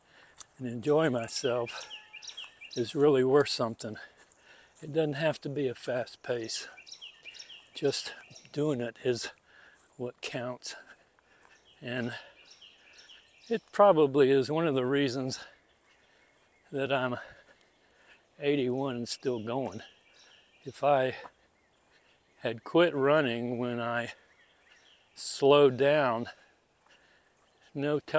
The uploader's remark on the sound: This episode was recorded using the Hindenburg Field Recorder app on an iPhone 14 and edited and produced using Hindenburg Lite on an Apple Mac Mini.